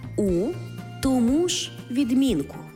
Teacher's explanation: наголос все одно не змінюється. Він так само на другому складі.